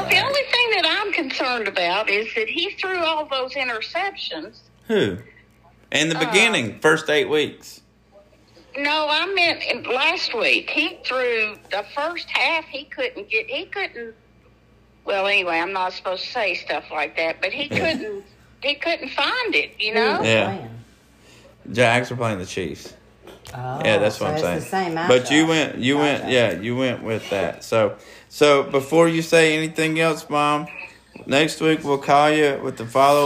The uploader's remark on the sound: A call to mom